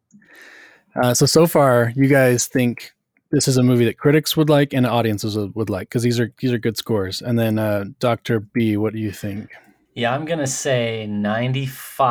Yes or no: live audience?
no